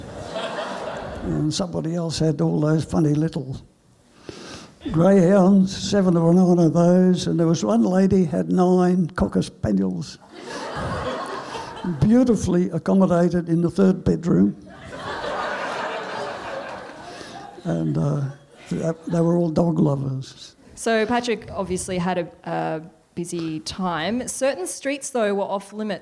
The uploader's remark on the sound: SPUN: True Stories Told in the Territory is a live storytelling event that showcases some of the extraordinary people and stories that make up the Northern Territory. Popping up at different venues across Darwin, working with a range of partner organisations with a different theme each time, SPUN brings to light stories from diverse backgrounds.